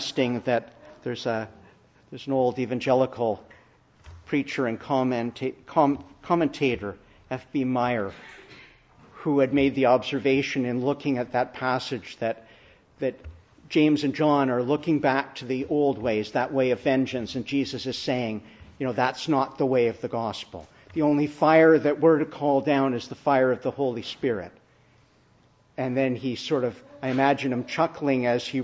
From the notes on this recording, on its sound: Preached in the Church of the Annunciation of the Blessed Virgin Mary, Ottawa